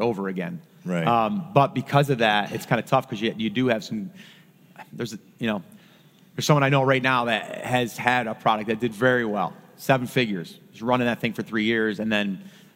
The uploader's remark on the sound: Recorded LIVE.